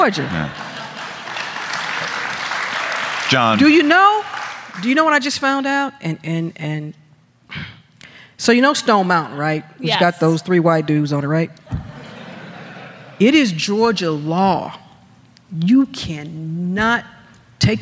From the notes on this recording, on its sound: Political Gabfest: Live From Atlanta! Take listener questions live.